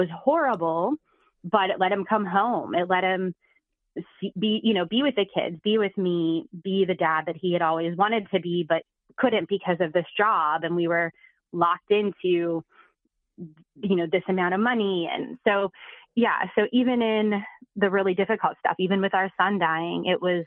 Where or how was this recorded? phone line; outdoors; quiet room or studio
phone line